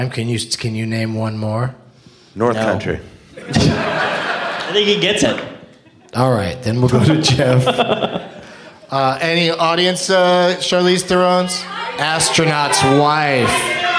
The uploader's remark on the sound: Live from the Oklahoma Contemporary Arts Center in Oklahoma City